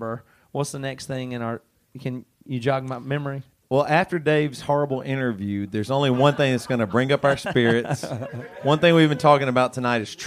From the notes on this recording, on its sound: BC LIVE from Indianapolis. We also answer questions from members of the audience.